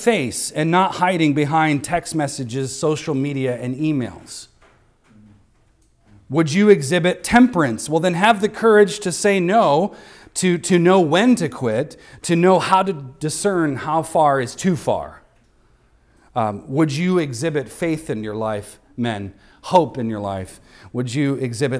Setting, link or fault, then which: setting, large echoing room